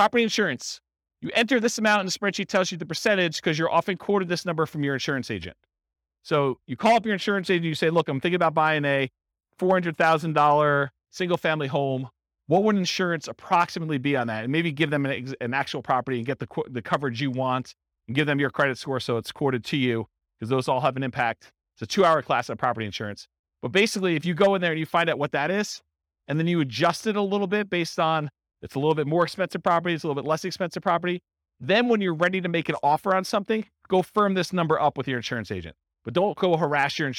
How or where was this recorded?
live audience